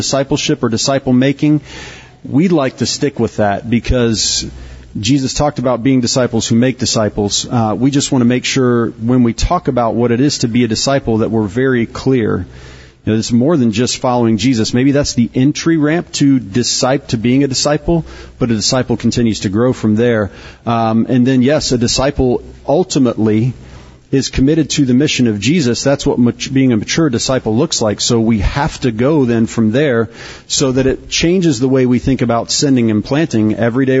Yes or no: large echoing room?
yes